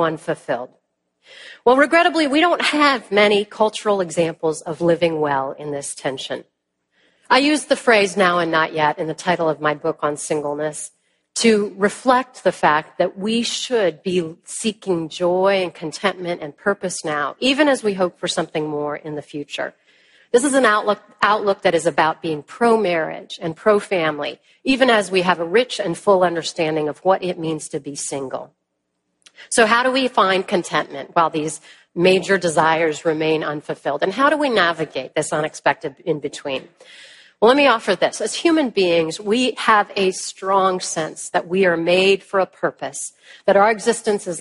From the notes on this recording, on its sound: At the ERLC National Conference